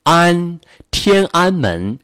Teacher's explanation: 注意这个安韵，它是一个啊开头，嘴巴必须张大了。